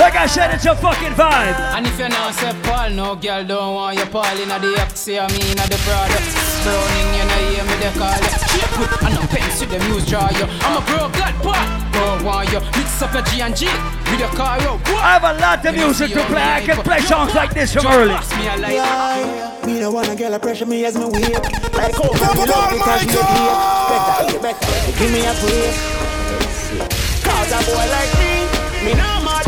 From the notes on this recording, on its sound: Live audio recording of my set at Island Saturdays on Nov 13, 2021.